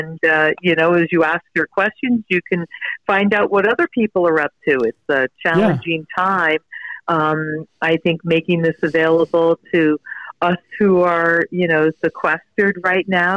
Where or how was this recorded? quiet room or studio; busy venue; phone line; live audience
phone line